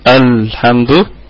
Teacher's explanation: الحمد، الهمزة همزة وصل تثبت في البدء وتسقط في الوصل. الحمد لام قمرية مظهرة